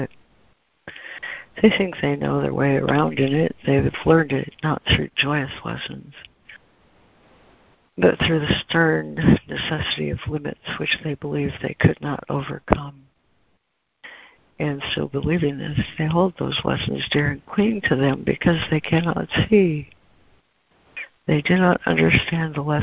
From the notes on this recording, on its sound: ACIM Daily Conference Call